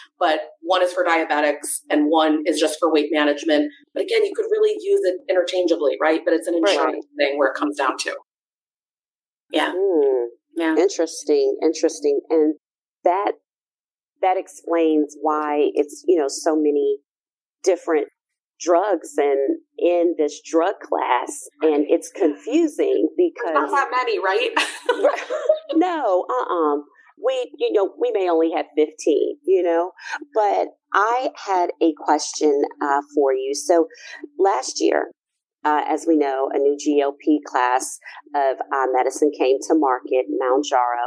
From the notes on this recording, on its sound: We had some technical difficulties this week, so the audio isn't the best.